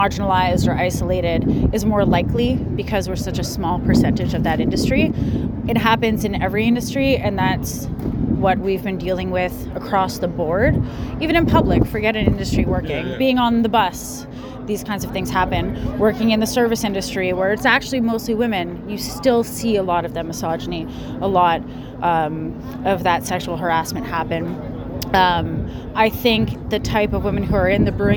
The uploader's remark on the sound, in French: à l’événement Festival Brassoeurs of Saint-Jean-sur-Richelieu en mars 2023